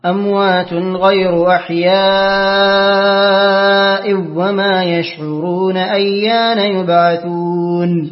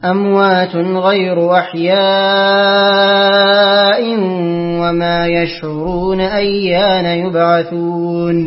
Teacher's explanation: أقرأ لخلف بترك الغنة · Shown in: first take